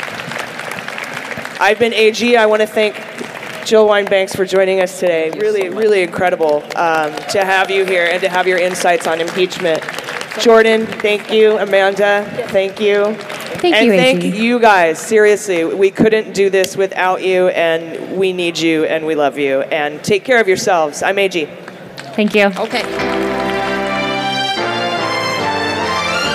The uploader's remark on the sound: This week's episode is from our panel at Politicon in Nashville.